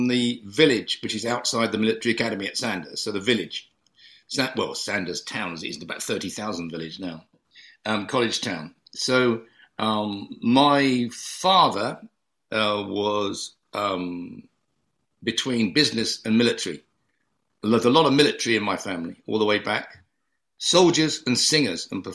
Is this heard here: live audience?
no